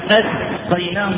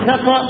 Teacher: سقى فيها سهولة، استقى حرف الألف بالهمزة المقطوعة تحس إن فيه شدة في وقفة كده · Shown in: first take